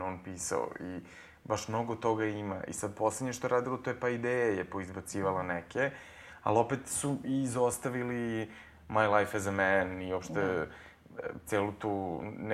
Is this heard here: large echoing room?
no